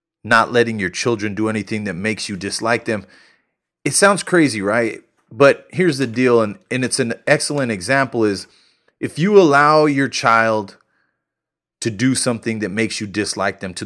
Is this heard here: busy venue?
no